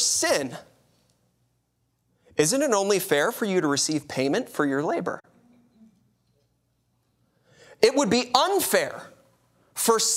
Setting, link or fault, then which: setting, large echoing room